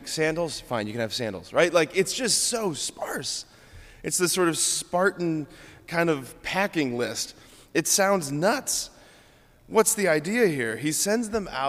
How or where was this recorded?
large echoing room